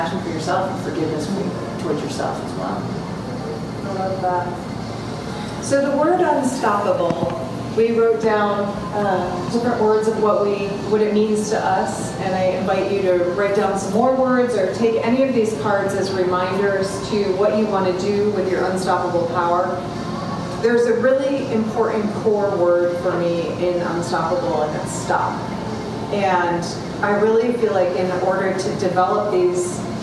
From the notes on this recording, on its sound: Recorded Live From Athleta NYC. Today on the podcast is a recording of a recent live event called Unstoppable: A Women’s Conversation. Please excuse the background noise.